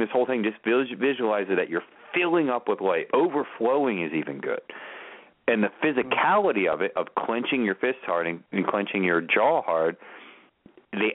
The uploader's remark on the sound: Open the phone lines for Tarot/Oracle readings!